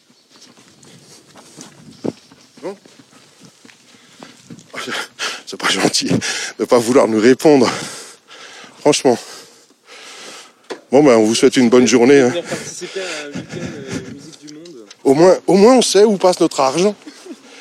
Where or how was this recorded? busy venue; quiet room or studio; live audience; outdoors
outdoors